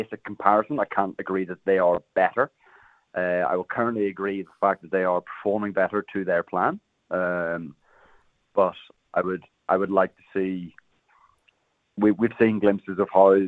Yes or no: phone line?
yes